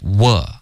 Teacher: 她嘴唇一定要分开 were,不是 wo